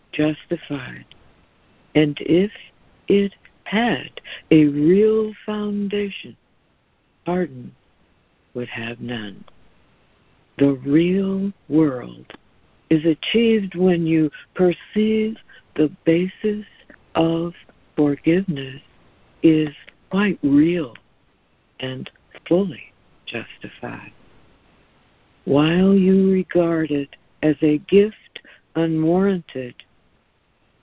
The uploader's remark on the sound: ACIM Daily Conference Call.